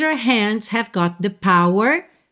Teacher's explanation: Got com the, você junta num T só